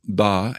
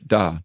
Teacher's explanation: in Hindi, you can have a retroflex D like ba and then a non-retroflex D, which sounds like the English da. So ba and da are crucially different in Hindi and can make one word into an entirely different word.